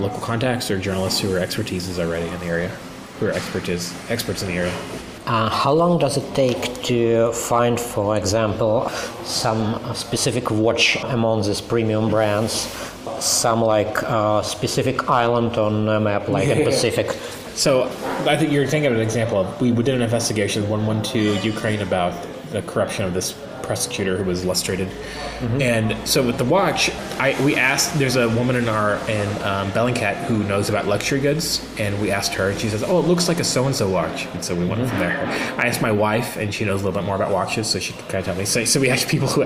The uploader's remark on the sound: Sorry for the background noise, we talked in a pub that was almost empty when we started but became quite crowded in the course of the conversation.